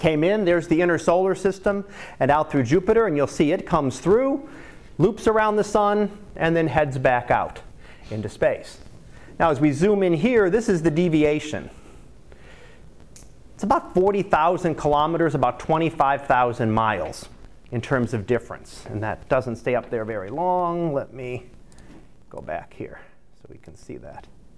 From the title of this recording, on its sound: Live Class Lecture